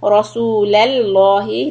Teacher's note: So ra heavy and then the lafz jalala lam is heavy.